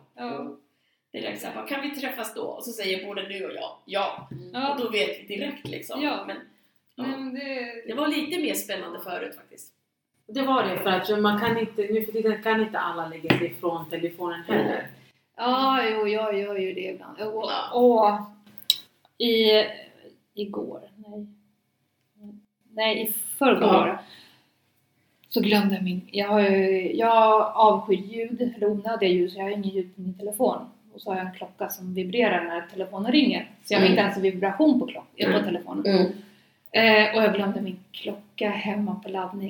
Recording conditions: poor sound quality